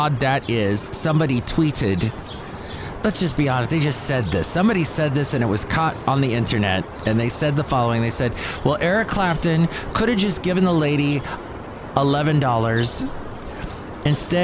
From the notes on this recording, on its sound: podcasts live from Cafe Anyway